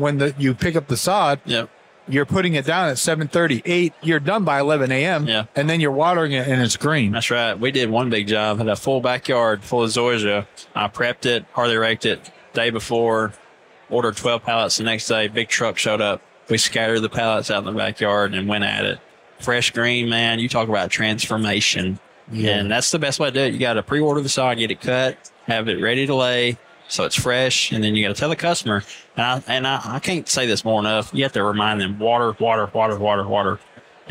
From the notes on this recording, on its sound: In this conversation recorded at the Huge Convention.